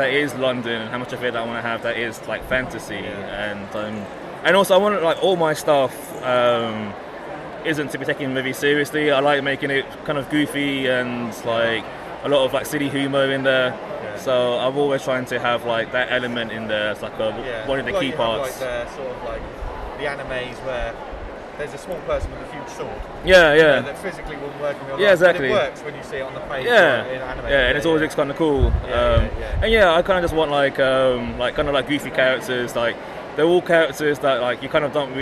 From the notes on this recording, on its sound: Live from Thought Bubble 2021! Live from the convention floor (and a bit of a hotel room - oh my), its the Awesome Comics Podcast Thought Bubble 2021 special!